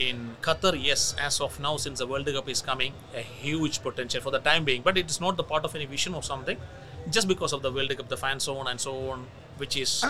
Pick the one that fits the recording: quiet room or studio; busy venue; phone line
busy venue